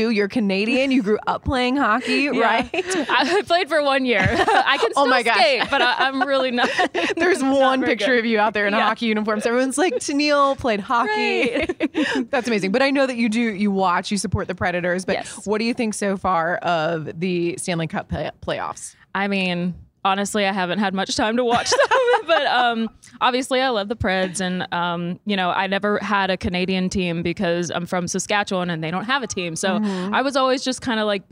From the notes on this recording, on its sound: backstage at Audacy's Leading Ladies Live